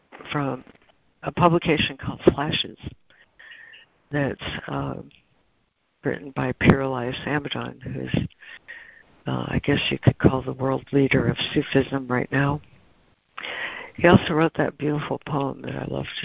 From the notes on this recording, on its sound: ACIM Daily Conference Call